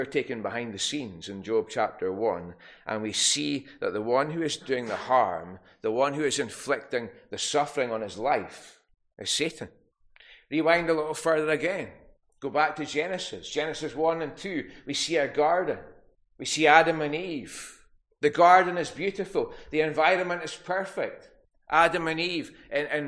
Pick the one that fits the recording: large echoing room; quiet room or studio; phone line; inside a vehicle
large echoing room